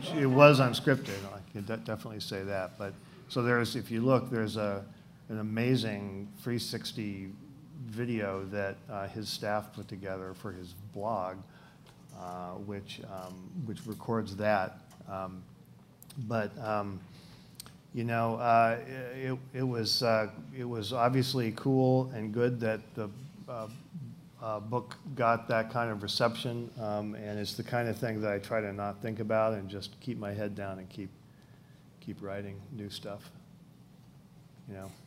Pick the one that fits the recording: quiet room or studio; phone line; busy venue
busy venue